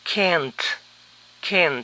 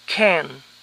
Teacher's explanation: Es común también pronunciarlo sin la T final. · Shown in: second take